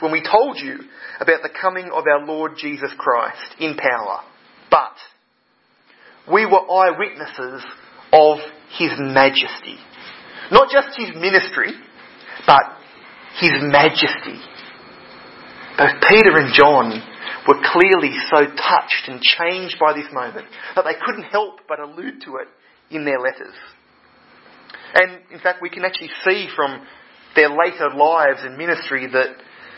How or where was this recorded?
large echoing room